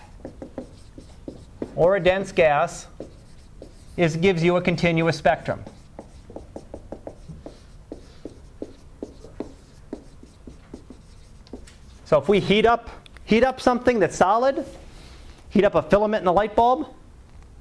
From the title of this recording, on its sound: Live Class Lecture